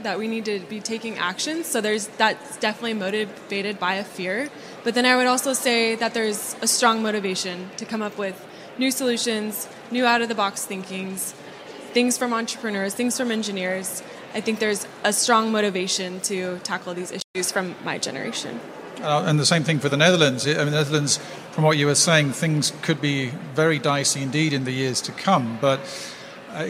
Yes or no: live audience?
yes